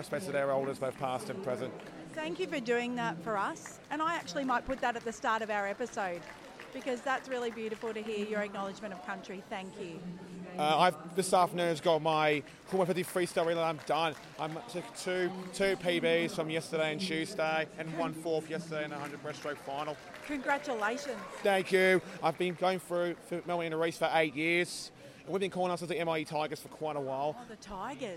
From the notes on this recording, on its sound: Reports from Launceston, Tasmania, at the week-long national sporting competition for athletes with intellectual disabilities. With 750 athletes from all over Australia competing across 10 different sports, 600 volunteers and staff plus family, friends, support workers.